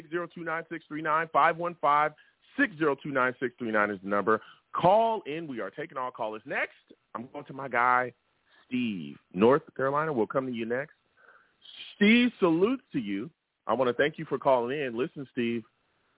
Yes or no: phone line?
yes